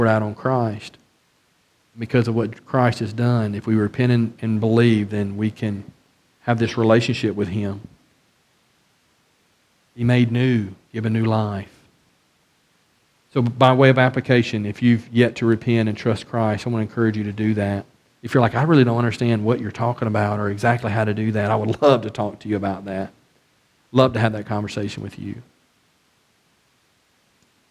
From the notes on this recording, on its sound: A study of 2nd Samuel from the pulpit of Beaver Baptist in Brighton, Tn.